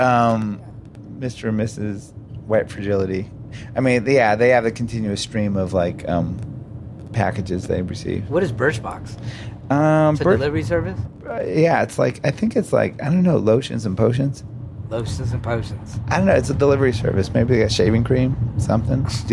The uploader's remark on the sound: Recorded while driving along interstate 80.